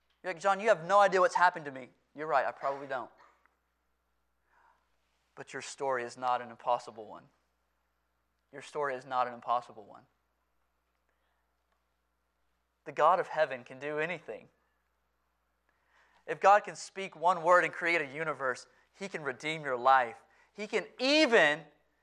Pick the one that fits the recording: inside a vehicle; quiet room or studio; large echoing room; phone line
large echoing room